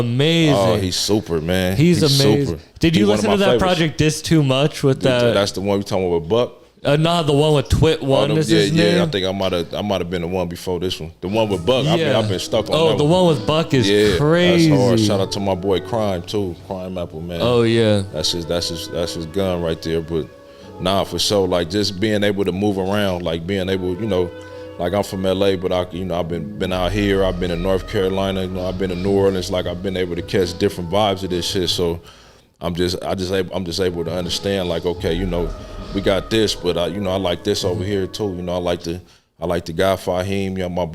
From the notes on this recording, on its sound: This episode was recorded in the green room